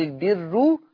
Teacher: فالراء بقت مضمومة ومرققة